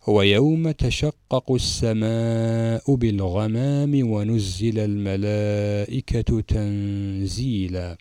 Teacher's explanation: هنا الغين من حروف الاستعلاء أي حروف التفخيم، ينبغي تفخيم الغين